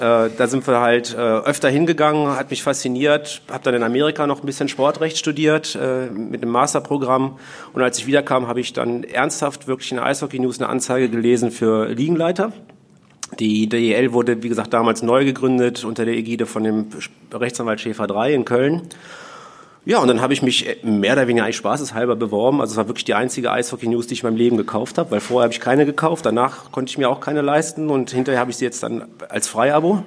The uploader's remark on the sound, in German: LIVE von der SPOBIS20. Diesmal nach Düsseldorf - Die Eishockey Show live auf großer Bühne beim größten Sportbusiness-Kongress Europas.